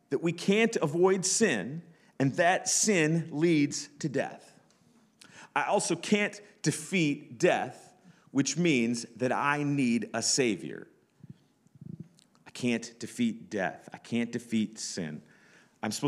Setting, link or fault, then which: setting, large echoing room